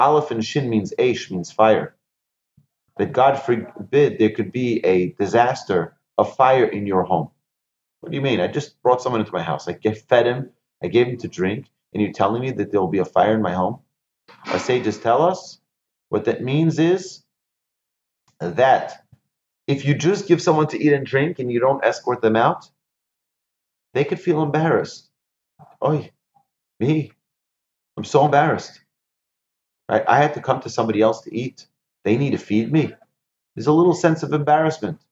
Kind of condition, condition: link, video call